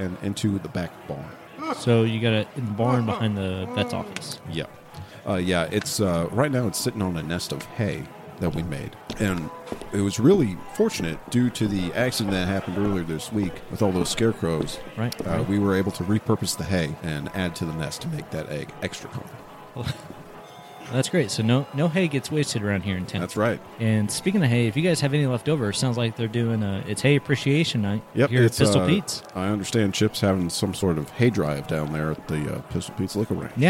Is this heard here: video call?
no